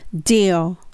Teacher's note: 必ず歯の裏でベロを当てて音止める感じになるので deal